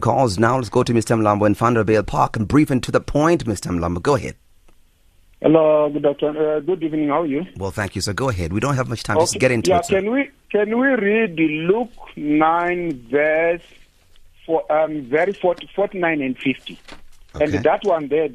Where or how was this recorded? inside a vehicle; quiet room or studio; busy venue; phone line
phone line